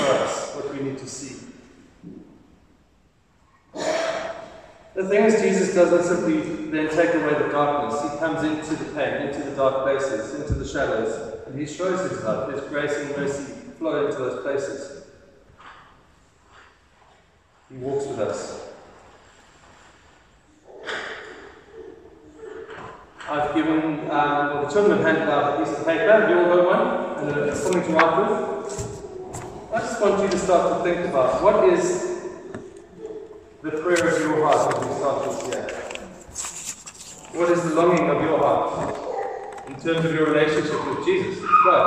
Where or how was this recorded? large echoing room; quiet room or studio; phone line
large echoing room